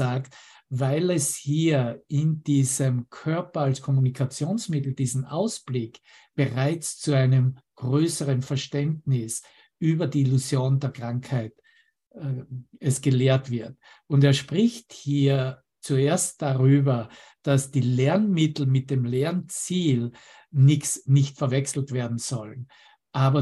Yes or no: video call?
yes